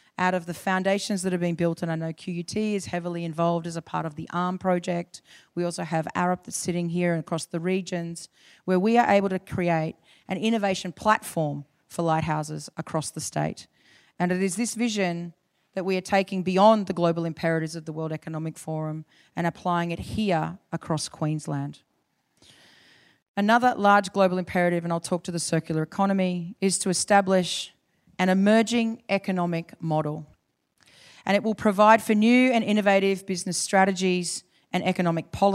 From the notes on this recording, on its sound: IFE Grand Challenge Lecture - recorded 3 May 2019 at QUT.